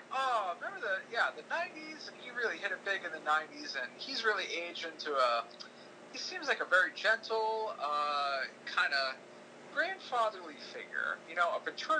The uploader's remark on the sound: Please bear with our sound issues, we are but a young & broke podcast.